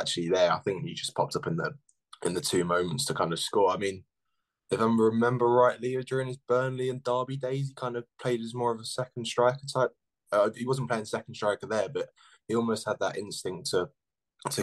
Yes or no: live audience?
no